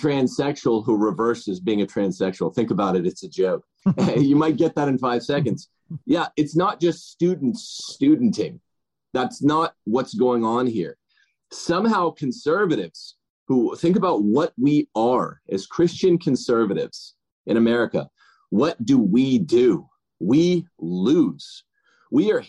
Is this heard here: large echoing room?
no